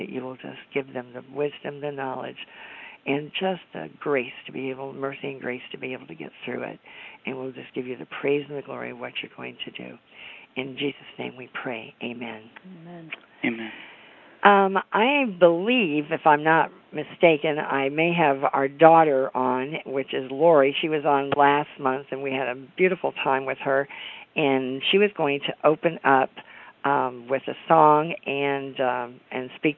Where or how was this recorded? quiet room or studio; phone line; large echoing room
phone line